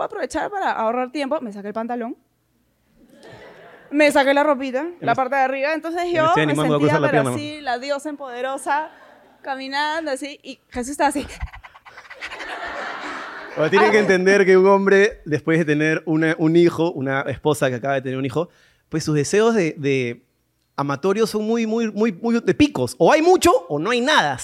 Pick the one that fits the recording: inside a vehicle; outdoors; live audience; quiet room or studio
live audience